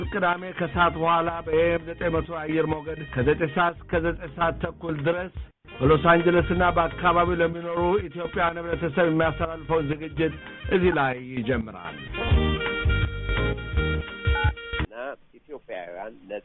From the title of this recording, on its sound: Conference Call